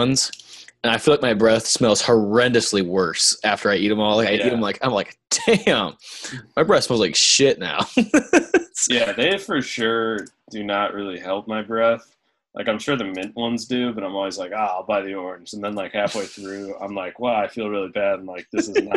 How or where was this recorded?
video call